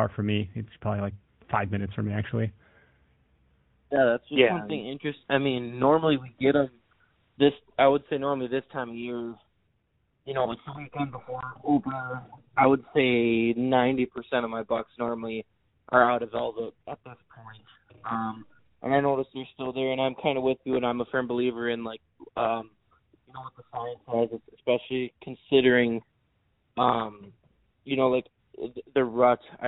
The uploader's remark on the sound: Our listeners called into the show. Take a couple calls about velvet buck sightings!